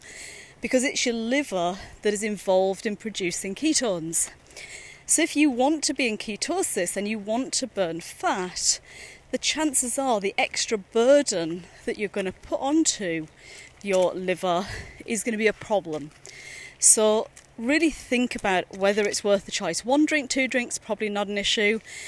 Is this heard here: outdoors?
yes